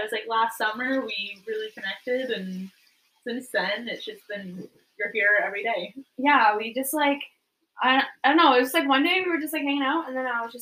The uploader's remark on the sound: We apologize about the audio not sounding very good, its like we don't know what we are doing or something lol.